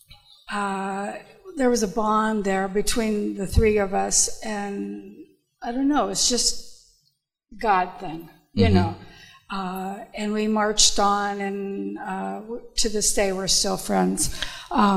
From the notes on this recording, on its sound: Live from The Summit Church in Dover, OH